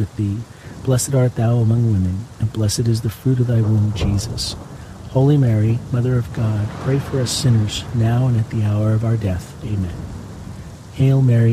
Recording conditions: sounds in the background